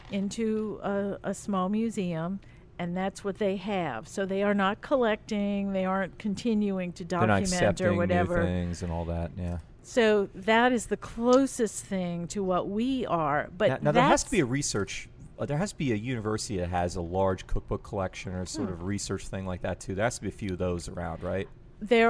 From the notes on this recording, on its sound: We recorded this episode of Midnight Menu 1 in the currently closed Grille by The Hill restaurant next to Monkey Hill bar on Magazine Street.